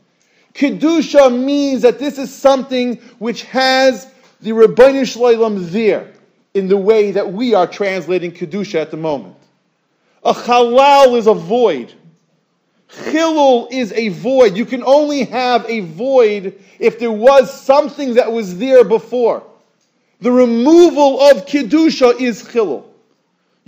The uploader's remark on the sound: Shiur recorded in Yeshivas Ohr Reuven, Monsey, NY